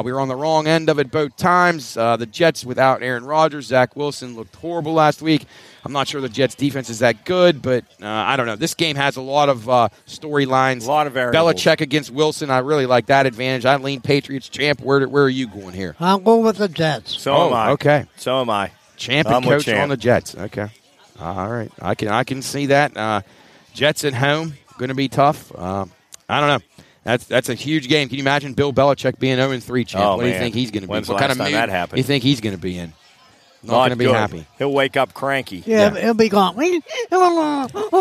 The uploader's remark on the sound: LIVE from The Crooked Dock in Wellsburg, West Virginia. To help celebrate in The Wellsburg Bridge grand opening.